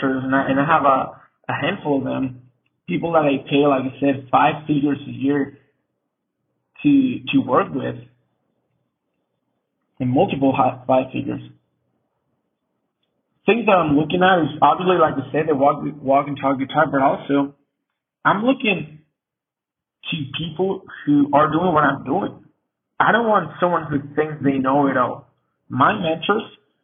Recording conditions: poor sound quality